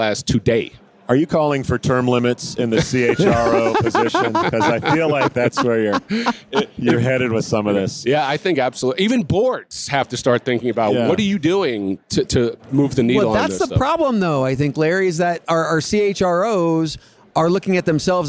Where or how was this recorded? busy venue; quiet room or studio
busy venue